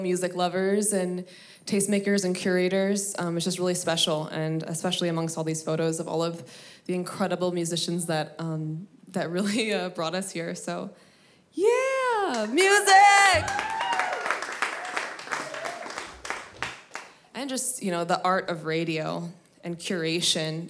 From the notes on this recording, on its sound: live at Musichead Gallery, Los Angeles, Recorded during a SoCal Sound Exclusive Subscribing Member's Event 01